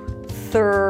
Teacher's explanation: You start with a voiceless TH sound, stick the tongue out, release air, then pull the tongue in for the R. Thr. Make sure the tongue doesn't touch the upper palate and round your lips.